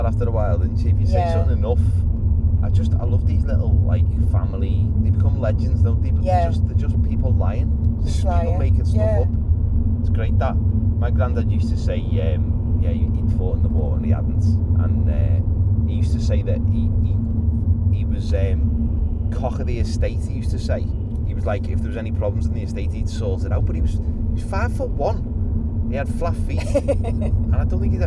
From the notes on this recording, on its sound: We recorded this episode on the way to a gig so it seemed like the perfect time to discuss roadtrips.